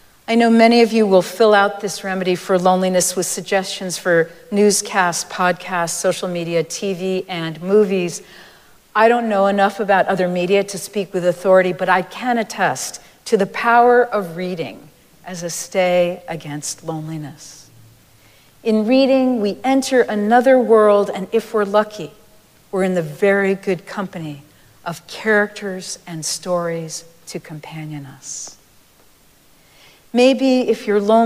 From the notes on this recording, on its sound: Recorded live at Arlington Street Church.